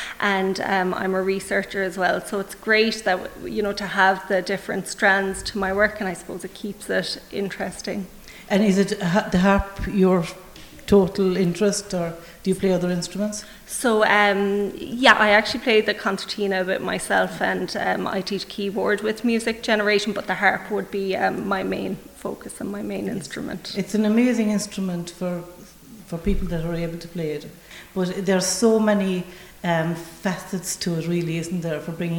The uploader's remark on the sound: live from the Community Hall Feakle as part of the 36th Feakle trad Festival